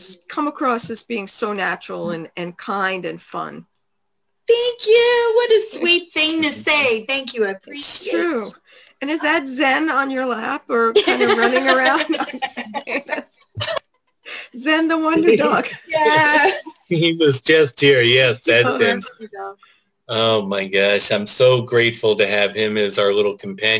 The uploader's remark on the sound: For a Zoom show. Via a cellphone!